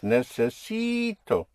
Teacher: You have a vowel at the end, so you push down on the syllable before last, on the penultimate syllable, which makes it necessi.